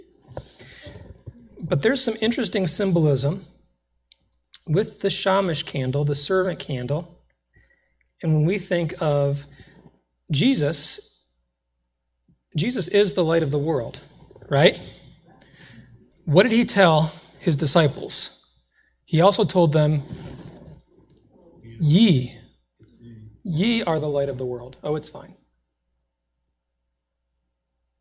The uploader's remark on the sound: This was originally recorded in a Sunday night church service.